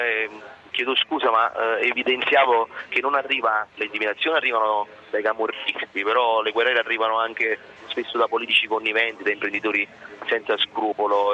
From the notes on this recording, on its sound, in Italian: In diretta da Expo 2015.